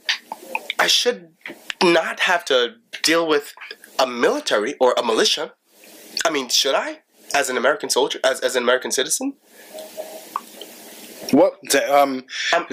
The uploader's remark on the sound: Forgive the audio and the rambling, ideas was swirling and comments were coming in.